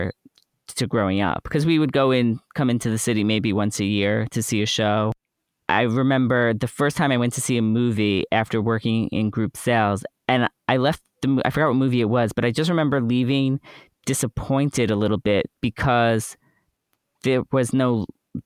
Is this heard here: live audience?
no